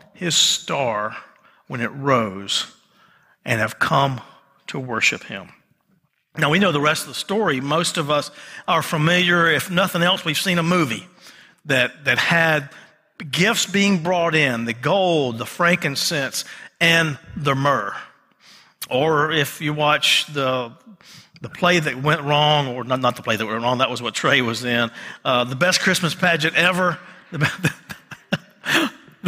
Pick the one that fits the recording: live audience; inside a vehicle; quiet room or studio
live audience